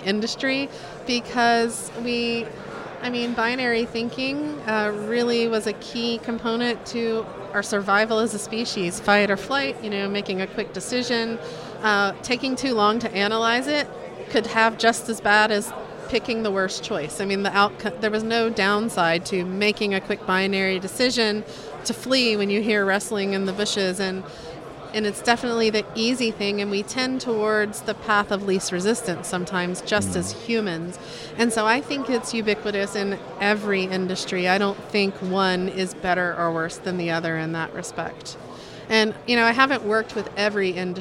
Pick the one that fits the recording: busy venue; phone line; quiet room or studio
busy venue